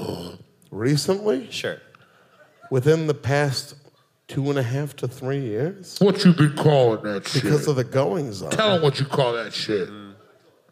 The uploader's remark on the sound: We release our final live show from the tour. This episode was recorded live at The Magic Bag in Detroit, MI.